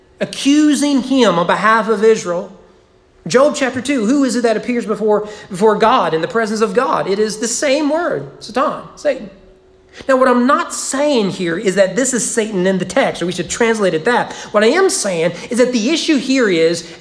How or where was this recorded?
large echoing room